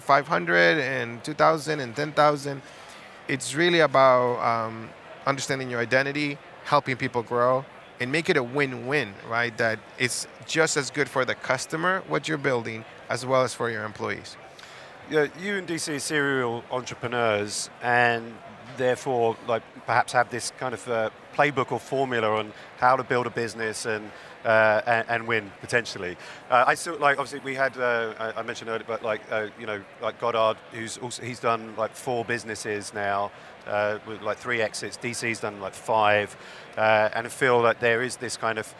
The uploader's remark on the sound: Live from SaaStock19